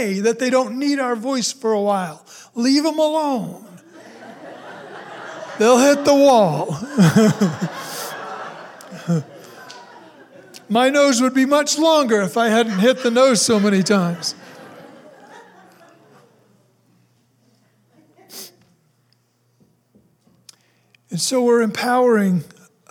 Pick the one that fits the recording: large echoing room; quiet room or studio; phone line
large echoing room